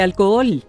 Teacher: Esta palabra contiene un hiato porque las dos OEs son vocales abiertas, así que se deben pronunciar las dos. Entonces se dice alcohol.